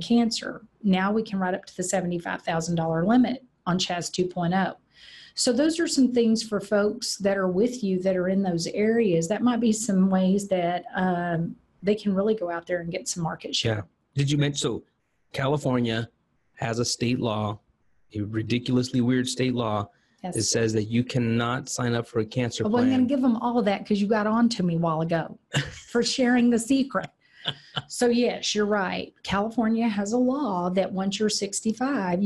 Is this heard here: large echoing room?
no